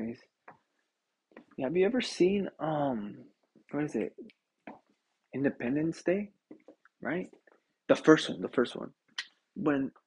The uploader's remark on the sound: Internet issues so bare with me.